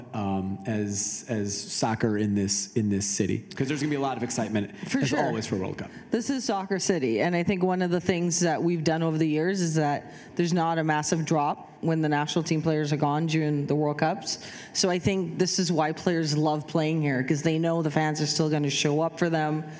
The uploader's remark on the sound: This episode was recorded in front of a live audience of Sport Oregon members at Wieden + Kennedy as part of a Sport Oregon Chalk Talk.